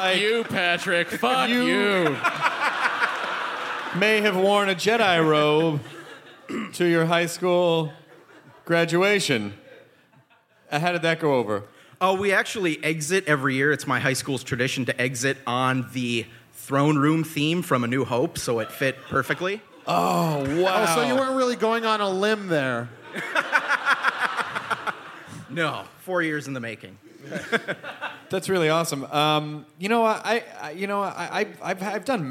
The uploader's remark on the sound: It's the Nerdist live from the Twin Cities!